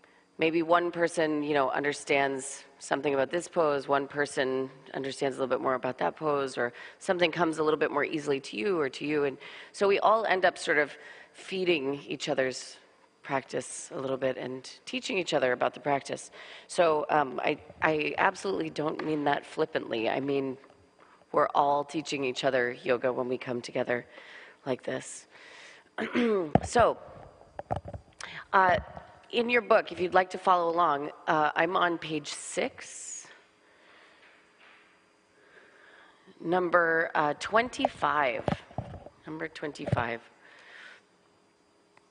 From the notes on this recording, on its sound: This podcast is a full length Jivamukti Open Level class, recorded at Jivamukti Jersey City on December 8th, 2018